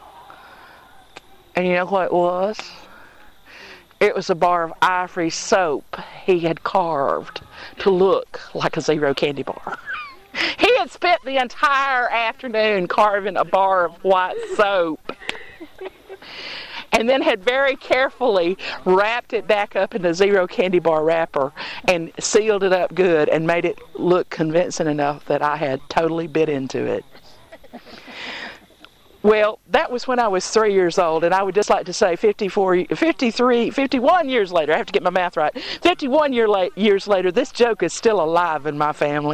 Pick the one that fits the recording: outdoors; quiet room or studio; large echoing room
outdoors